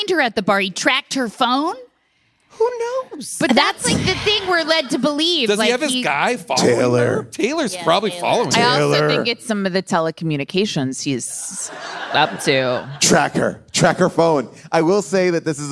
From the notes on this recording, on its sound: LIVE from Largo